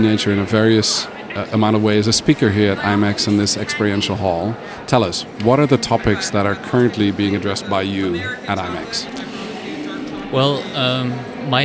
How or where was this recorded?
busy venue